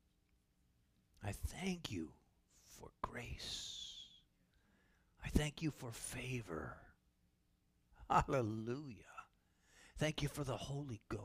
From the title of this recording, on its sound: Calvary Assembly of God live Stream